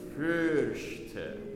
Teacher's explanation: now we're gonna say the I through the U lips. So go U. · Term: open umlaut